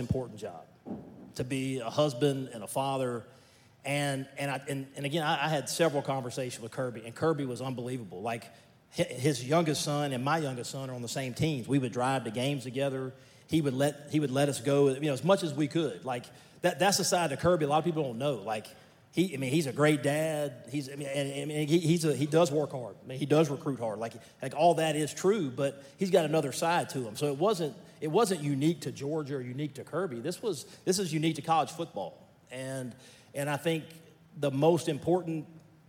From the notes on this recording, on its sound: This episode is from Graystone Church’s 2nd Annual Men’s Conference.